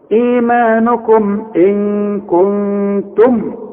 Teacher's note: ايمانكم عندك بعد الهمزة ياء تمدها حركتين